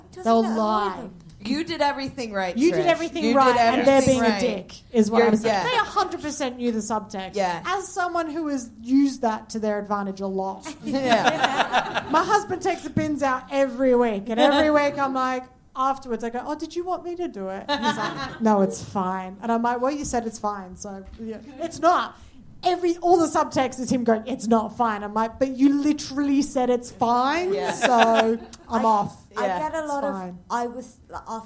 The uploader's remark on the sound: Live at London Podcast Festival